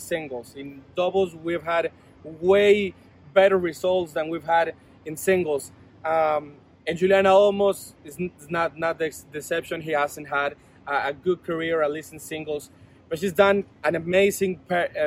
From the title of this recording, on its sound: Live from WTA Guadalajara 2022